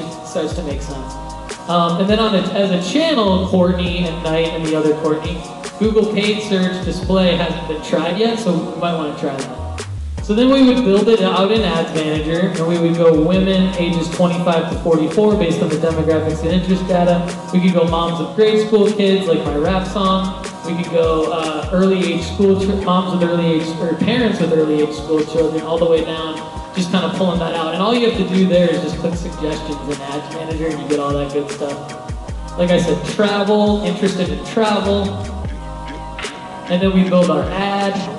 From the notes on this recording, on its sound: keynote at The City Winery in Nashville